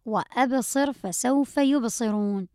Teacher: لدينا همزة قاطع، لابد من تحقيق هذه الهمزة